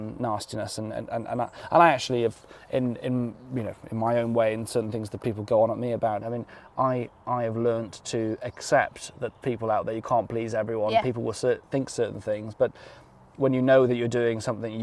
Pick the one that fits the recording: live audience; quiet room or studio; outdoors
outdoors